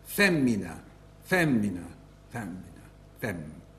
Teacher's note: They lost, it's a stupid way of putting it, but basically what happened was the stress won out, the ina bit got wasted